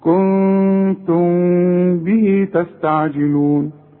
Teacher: المخرج بتاع الميم والبه واحد